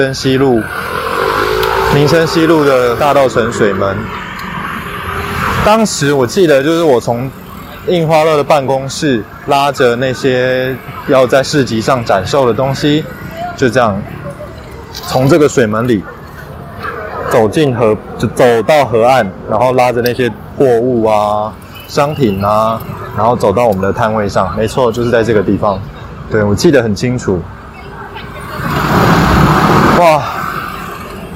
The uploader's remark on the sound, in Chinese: 在臺北離首爾最近的地方。本集為戶外現場收音，環境雜音多，介意者勿聽。就把錄音場地拉到戶外。